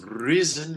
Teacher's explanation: You can use a nice rolled R on risen.